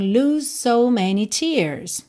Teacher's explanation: você já vai juntar o S do lose no so